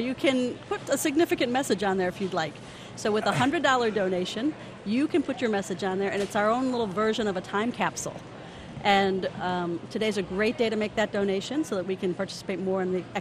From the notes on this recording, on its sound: Extraordinary Give live broadcast. Smart Talk is live Friday morning at Lancaster's historic Central Market for the fifth annual Extraordinary Give fundraising campaign.